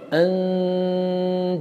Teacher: لم ألفظ بنون محققة من طرف اللسان، لم أستعمل طرف اللسان، لكنني لم أغادر الخيشوم بل قد استعملته · Term: أخفيت النون